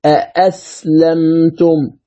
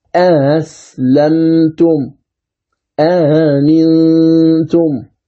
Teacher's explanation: يسهل الهمزة الثانية إذن فيقرأها مسهلة يعني بين الألف وبين الهمزة المفتوحة · Shown in: second take · فيقول ها. إذن أسلمتم آمنتم هكذا بالتسهيل.